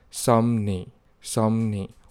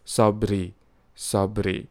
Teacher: the B and the R sounds are replaced into M and N sounds · Shown in: first take